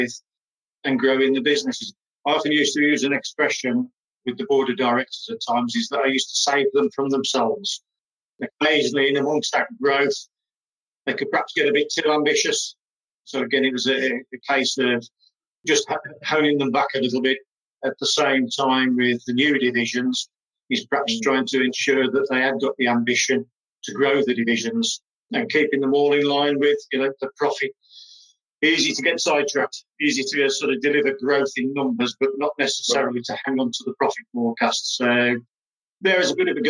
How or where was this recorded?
video call